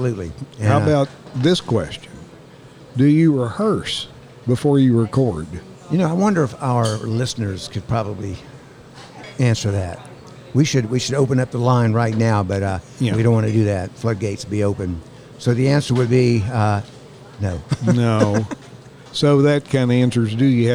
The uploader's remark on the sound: We recorded this episode at a new-to-us place, the Wakey Monkey in downtown Saluda. It’s a quaint coffee and food café that is a hustling and bustling beehive of activity.